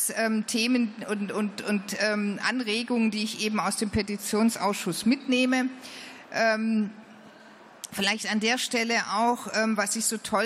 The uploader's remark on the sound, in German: Podiumsdiskussion des Petitionsausschusses